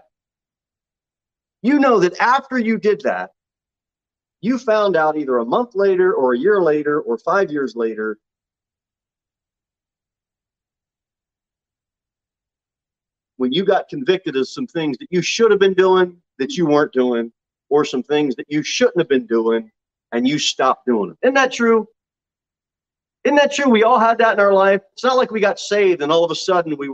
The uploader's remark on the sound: Sermon delivered at Pilgrim Baptist Church on Sunday, July 10, 2022 at 11:15 am.